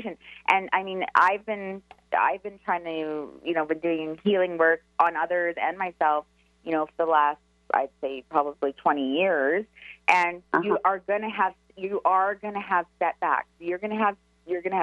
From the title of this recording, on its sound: for Live Callers